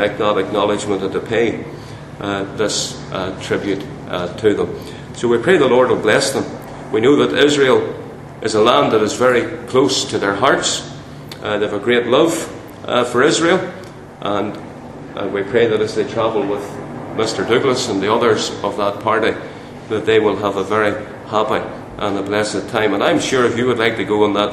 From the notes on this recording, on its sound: Chairman's remarks at the Centenary Conference in London at Westminster Baptist Church